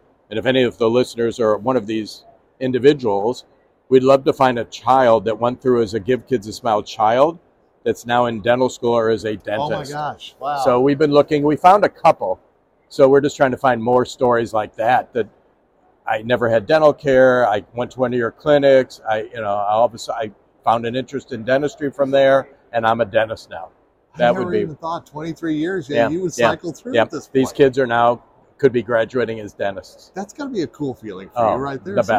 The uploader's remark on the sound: In this episode recorded during the Chicago Midwinter Meeting.